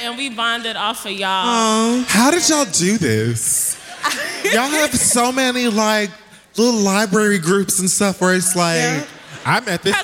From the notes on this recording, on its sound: 10 Year Anniversary Live Show. Live Show from The Beacon Theatre NYC.